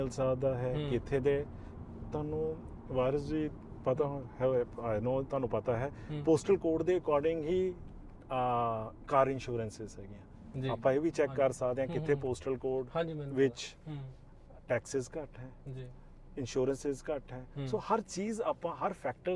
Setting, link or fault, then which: setting, inside a vehicle